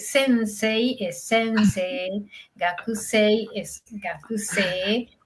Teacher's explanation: la E-I, estiras la E